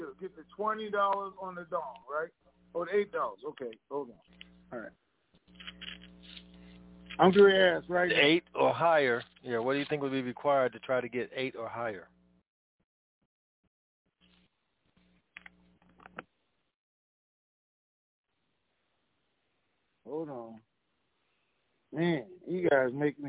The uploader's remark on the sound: Conference Call